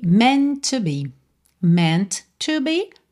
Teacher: Meant to be, meant to be. Junta num T só.